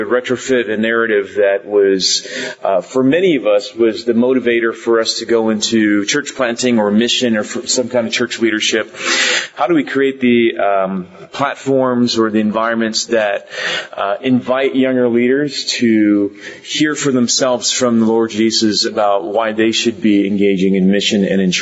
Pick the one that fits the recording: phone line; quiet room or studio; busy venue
busy venue